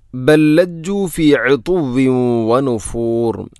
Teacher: ഒന്നാമത്തെ ലാമിന് രണ്ടാമത്തെ ലാമിലേക്ക് ഇദ്ഗാം ചെയ്യുന്നു, കൂട്ടി ലയിപ്പിച്ച് ഒതുന്നു. ബൽ ലജ്ജു ഫി ഉതുവ്വിൻ വനുഫൂർ.